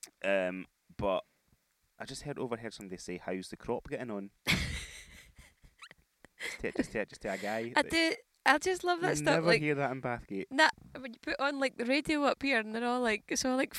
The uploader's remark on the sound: Recorded from a campervan in Inverness.